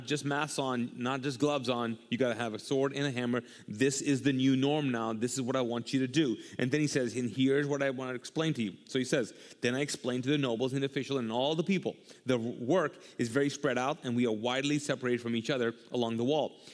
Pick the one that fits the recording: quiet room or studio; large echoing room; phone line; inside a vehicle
large echoing room